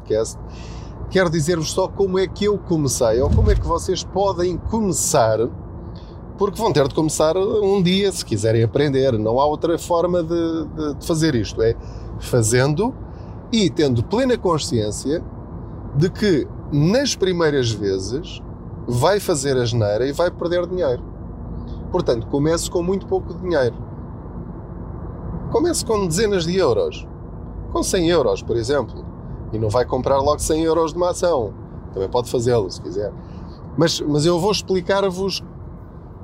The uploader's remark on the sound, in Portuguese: Não ligue aos barulhos da viagem.